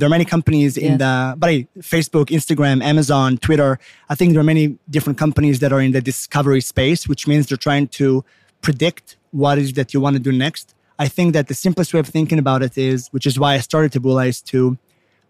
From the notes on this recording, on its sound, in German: live auf dem OMR Festival 2022